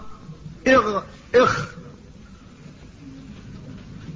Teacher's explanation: أدنى الحلق أي أقربه إلى اللسان وإلى الفم وآخر الحلقة عند أصل اللسان تخرج منه الغين والخاء